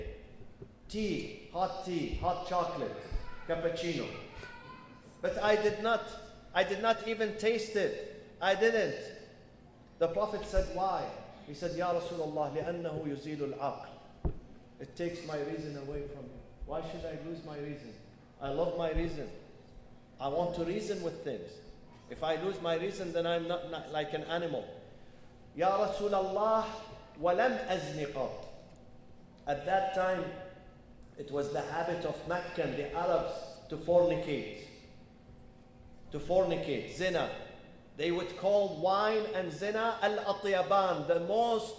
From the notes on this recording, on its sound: Live at the Muslim Group of USA and Canada's 39th Annual Conference in Chicago, IL. This special podcast is one of four live episodes recorded during the Conference.